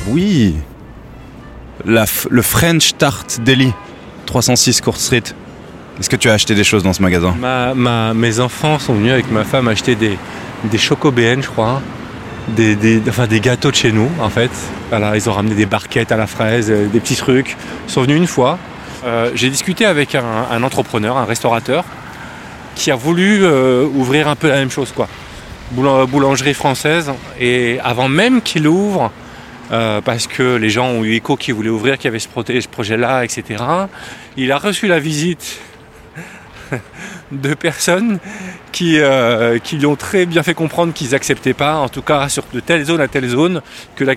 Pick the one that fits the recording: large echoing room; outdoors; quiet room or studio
outdoors